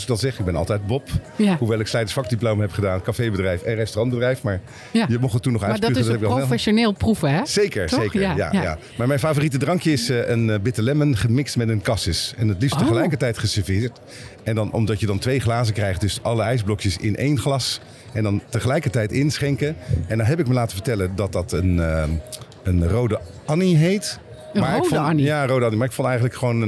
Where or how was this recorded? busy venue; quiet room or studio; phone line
busy venue